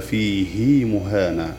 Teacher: المستثنى الثاني قوله تعالى فيه مهانة، فيمد صلة، هذا يمد في سورة الفرقان يمد صلة على خلاف الأصل لأن قبلها ساكن، هذه فقدت شرط من شروط الصلة، هي مكسورة وبعدها متحرك لكن قبلها ساكن، وهذه لا توصل على القاعدة، لكنها في القرآن الكريم وصلت وقرأت هكذا فيه مهانة في سورة الفرقان.